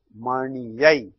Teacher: I is a vowel. To avoid a friction between two vowels, we introduce a semi-vowel, ya, and it becomes mani-ai.